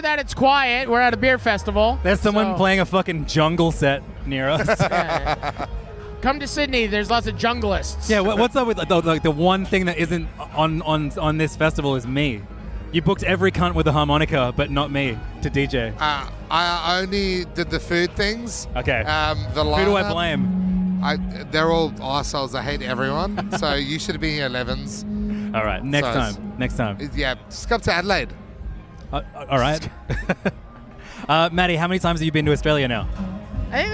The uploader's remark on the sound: In Sydney for the Beer and BBQ Festival. Carted his setup to the festival. Behind a makeshift kitchen in the loudest part of a food and music festival, surrounded by drunk chefs who kept stealing the microphones.